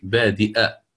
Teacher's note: فحقق الهمز عوضا عن بادية